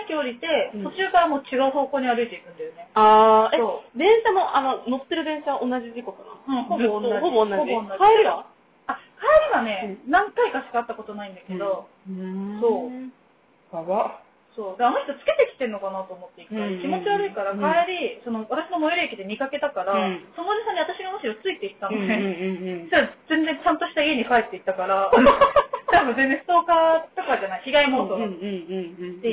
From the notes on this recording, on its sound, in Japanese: 音質悪めです